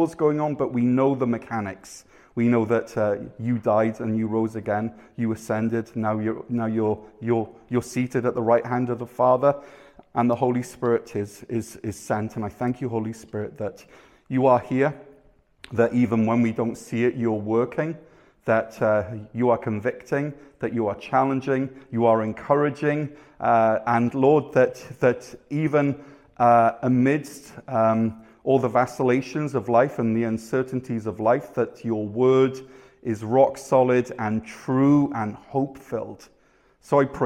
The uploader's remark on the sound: Weekly live worship service from Cornerstone Church, North Gower (Ontario)